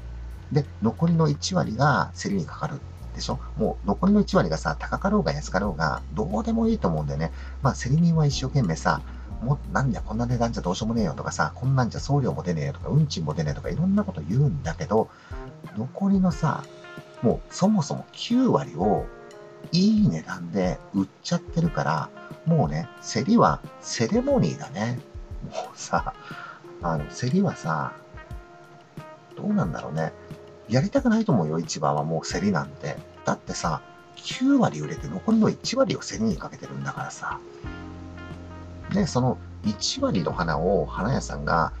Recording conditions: inside a vehicle